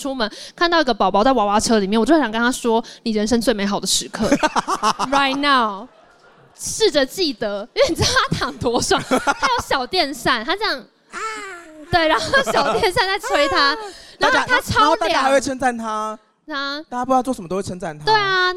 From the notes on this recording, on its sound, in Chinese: Live Podcast 特別篇。2週年 Live Podcast 童鞋會現場錄音。一起懷念 8 月時活動現場的聲音吧。